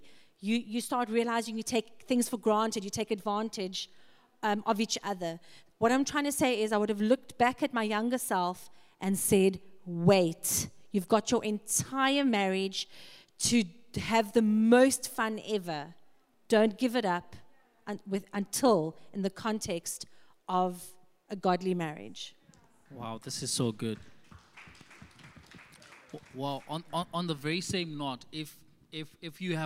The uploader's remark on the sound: 6PM SERVICE